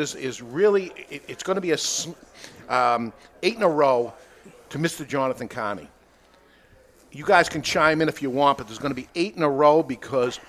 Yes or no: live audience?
yes